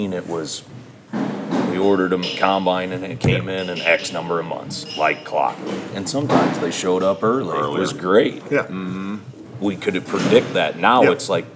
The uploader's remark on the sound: Live From #MovingIronSummit21.